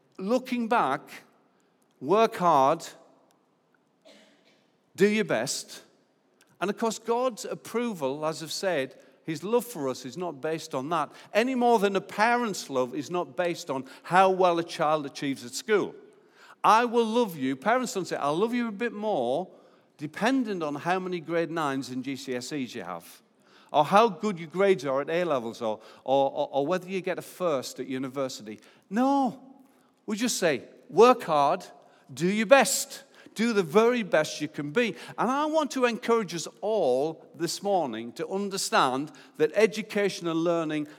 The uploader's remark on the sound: Recorded live at Life Church